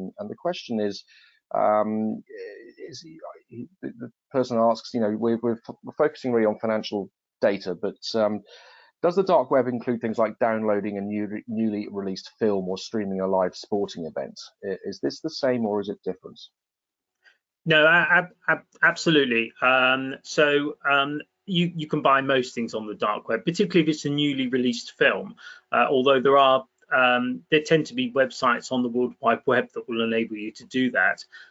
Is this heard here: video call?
yes